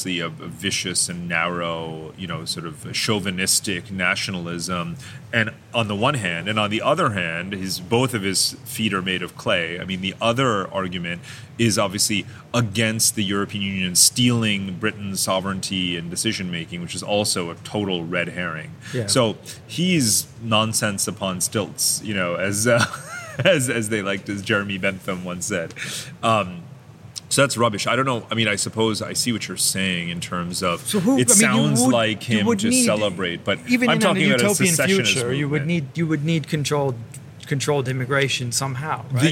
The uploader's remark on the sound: took place backstage at the Moscow Urban Forum